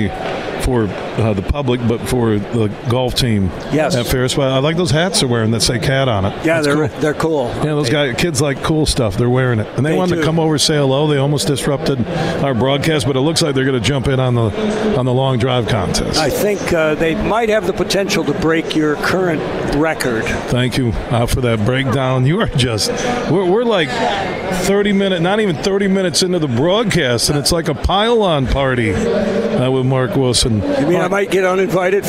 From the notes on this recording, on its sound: Today we're broadcasting live from the West Michigan Golf Show inside Devos Place in downtown GR.